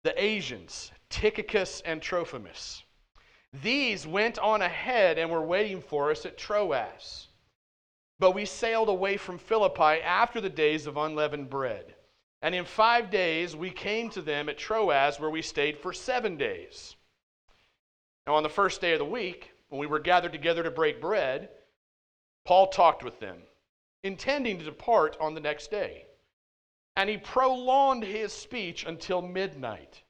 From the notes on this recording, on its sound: at The Well, an SBC, Converge Heartland church in Hastings, Nebraska